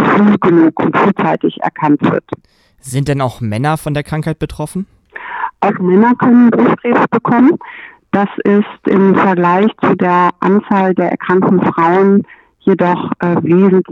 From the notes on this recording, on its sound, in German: Telefoninterview